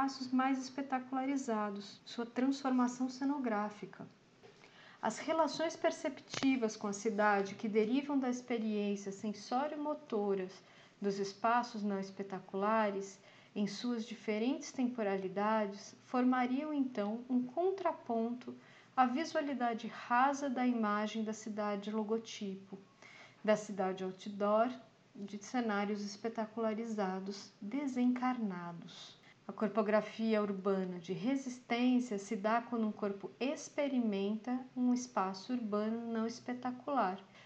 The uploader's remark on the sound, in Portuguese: Resolvi ler todos os trabalhos em voz alta e gravar este áudio. Este podcast é gravado e editado de forma caseira, por uma professora e seu laptop na sala de casa, e contém interferências da vida cotidiana, erros de pronúncia, algumas gaguejadas e pequenas repetições de frases que passaram na edição.